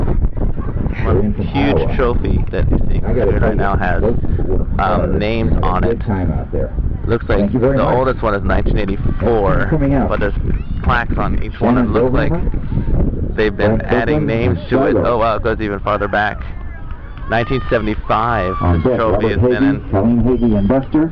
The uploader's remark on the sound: The Skyhoundz World Canine Disc Championship soundseeing tour! Join us as we bring you the sounds of the competition, interviews with competitors and play-by-play of selected routines. Listening to the announcer.